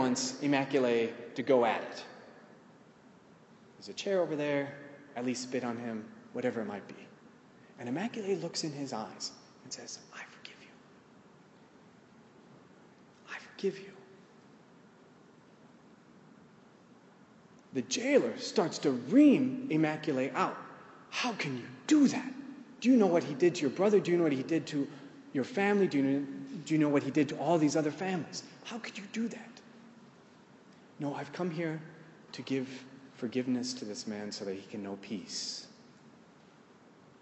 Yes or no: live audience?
yes